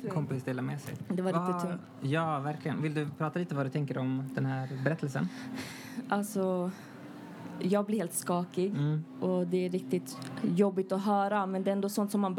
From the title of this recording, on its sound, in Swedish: Live från Statement Festival